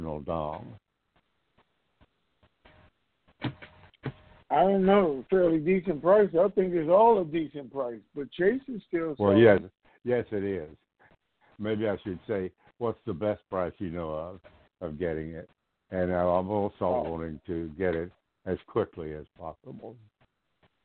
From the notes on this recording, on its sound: TNTSuperfantastic Conference Call